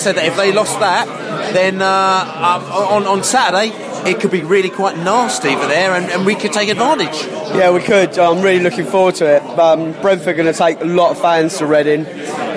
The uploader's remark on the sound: post-match podcast from the pub